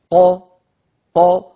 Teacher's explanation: نباعد الطرفين في مخرج القاف من غير أن نقفل الوترين الصوتيين بعد ذلك ق ق، ويبقى الوتران متباعدان عن بعضهما صدق.